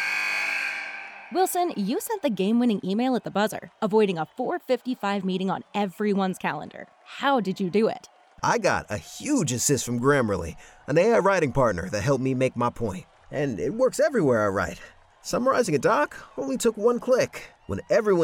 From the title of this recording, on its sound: Live! From the Home Opener